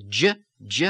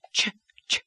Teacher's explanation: In the list of these specific consonants is not a fricative, but an affricative or an affricate, which is the j, j sound, which becomes ch, ch, the voiceless ch